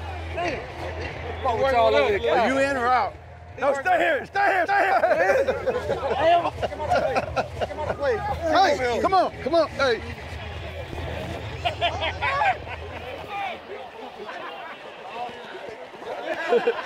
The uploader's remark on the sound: Best Mic'd Up Sounds of Pro Bowl, 2018